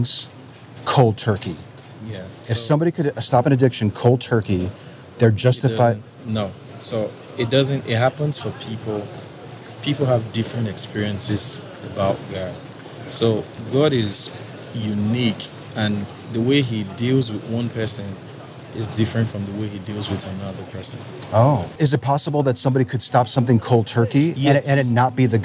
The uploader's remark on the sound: Location: San Antonio, Texas. Recorded w/Go-Pro.